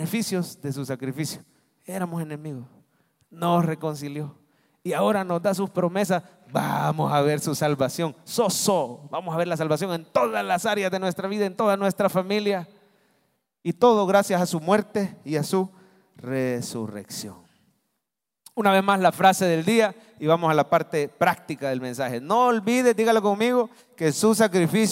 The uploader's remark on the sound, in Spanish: Mensaje predicado en vivo desde el Centro Familiar de Adoración, Viernes Santo 2023